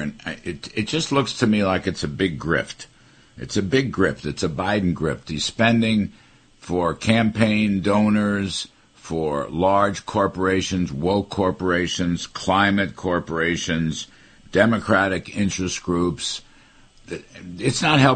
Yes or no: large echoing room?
no